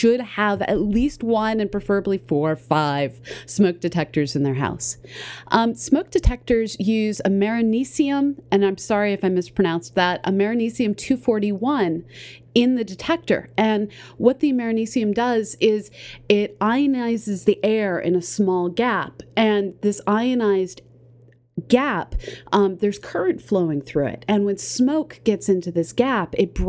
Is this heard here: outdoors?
no